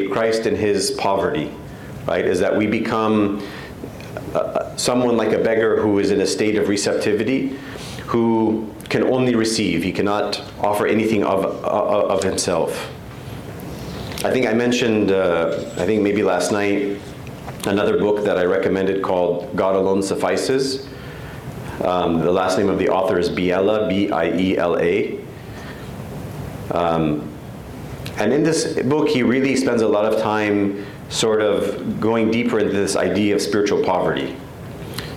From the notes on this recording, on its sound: The 4th and final lecture of the 2023 Graduate Youth Retreat.